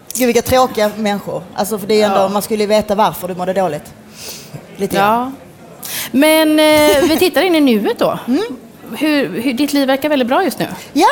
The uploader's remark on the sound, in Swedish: Live från DokuPodd 2017 på Fotografiska